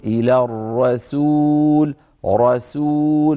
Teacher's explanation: الراء مفتوحة يعني مفخمة السين مرققة فلا يعني يصح أن يقول أحدنا الرسول وإذا سمعوا ما أنزل إلى الرسول أن يفخم السين بسبب مجاورتها للراء فعلينا أن نقول إلى الرسول رسول فنفخم الراء ونعود مباشرة نرقق السين. · Term: التفخيم والترقيق